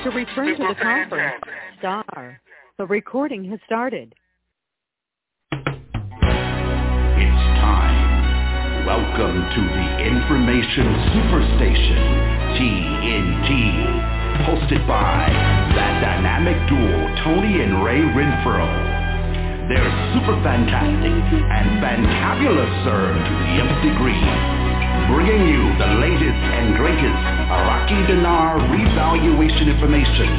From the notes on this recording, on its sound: TNTSuperfantastic Conference Call